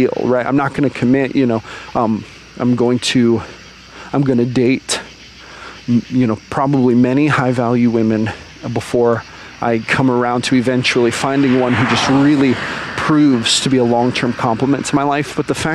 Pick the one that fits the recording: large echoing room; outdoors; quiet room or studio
outdoors